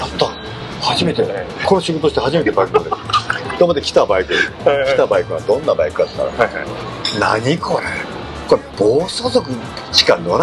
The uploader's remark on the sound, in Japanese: 東京某所でのインタビュー。音声につきましては、スタジオでの収録ではありませんので、多少騒がしいのはお許しいただければと思います。